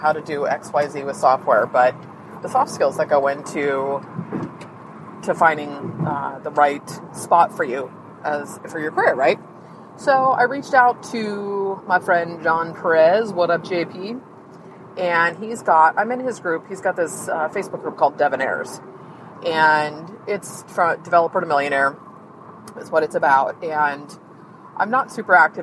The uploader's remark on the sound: This episode is a little different in that I recorded the episode from the car before I wrote the show notes.